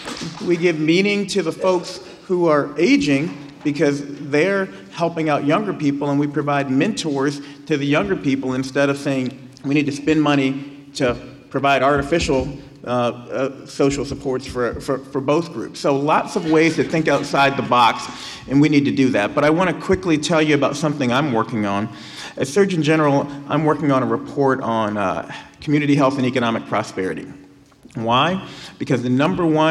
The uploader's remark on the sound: The panel on stage at the Alaska Prevention Summit. At the Dena’ina Center.